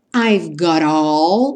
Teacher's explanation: o T virou r, r, r, por conta da junção com all